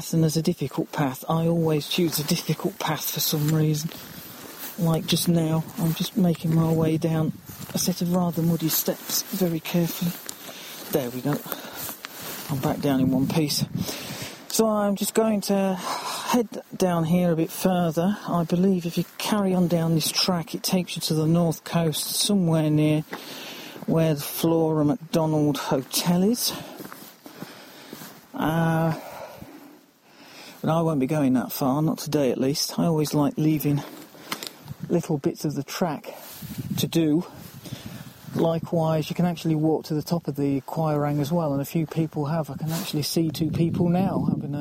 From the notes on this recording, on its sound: A wander along the rocky north west coast of Skye. A Nikon camera and bag, picked up during the trip.